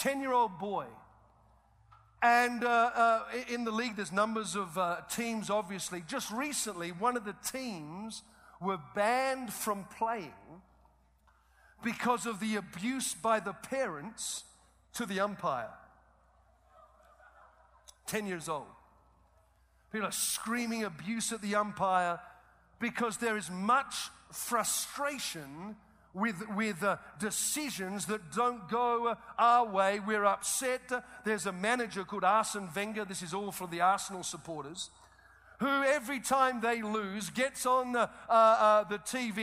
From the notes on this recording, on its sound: Preached 2009 Winter Prescott Conference